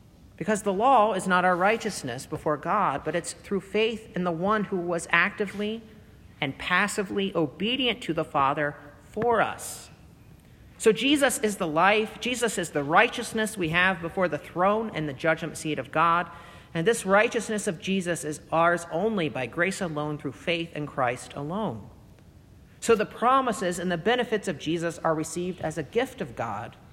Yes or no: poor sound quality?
no